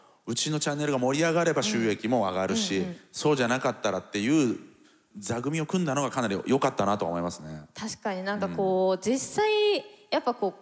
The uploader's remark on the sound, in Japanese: TOKYO FMの番組「マスメディアン 妄想の泉」。番組初となる公開収録の模様をお届けしました。